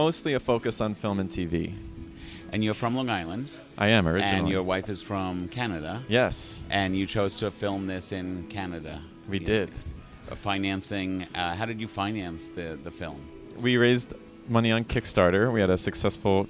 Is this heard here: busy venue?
yes